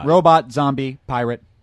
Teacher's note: Emphasis on the first syllable